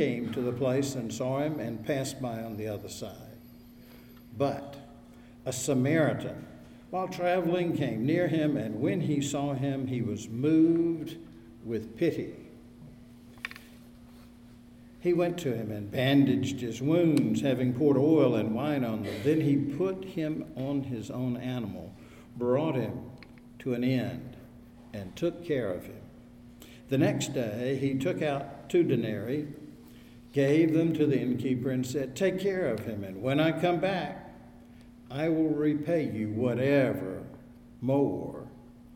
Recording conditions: large echoing room